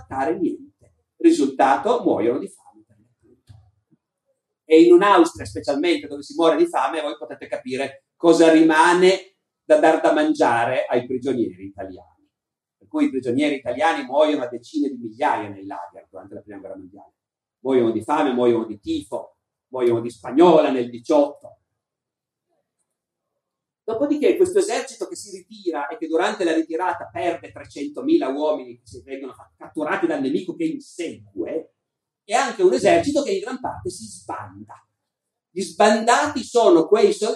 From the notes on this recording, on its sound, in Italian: Moby Dick Festival, 2018. Al Moby Dick Festival 2018 di Terranuova Bracciolini.